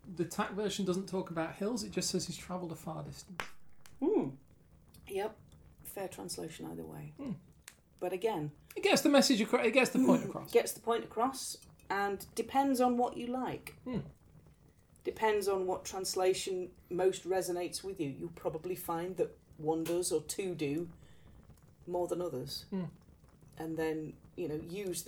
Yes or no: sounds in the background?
yes